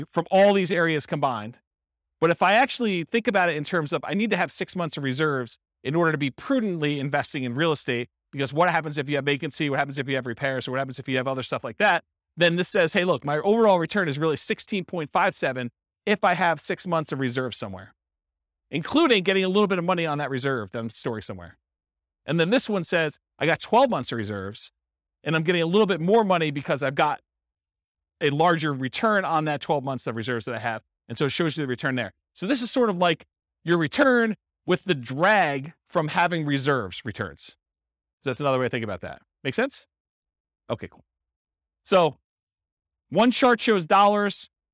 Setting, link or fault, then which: setting, live audience